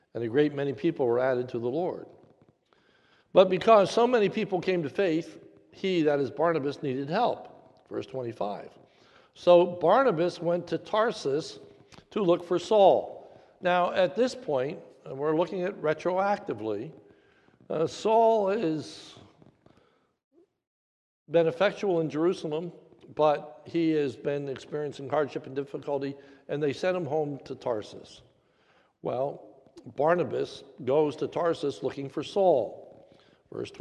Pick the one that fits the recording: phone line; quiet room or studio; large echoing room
large echoing room